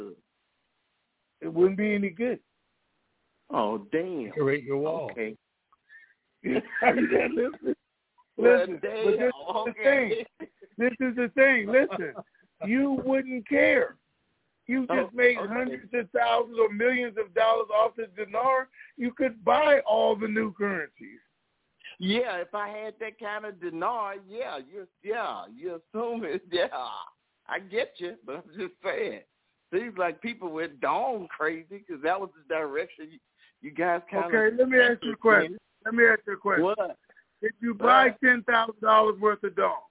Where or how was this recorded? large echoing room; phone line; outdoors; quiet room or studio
phone line